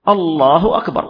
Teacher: فإن مد همزة الله، قال الله، هذا المد تغير المعنى، صار استفهام